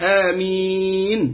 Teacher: العارض للسكون من أنواع المد الجائز، يجوز فيه القصر على حركتين آمين، أو التوسط آمين أربعة، أو المد آمين ستة